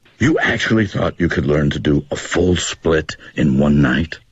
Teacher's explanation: 但是他 split in 其实是没有连读的啊，连也是可以，不连也行。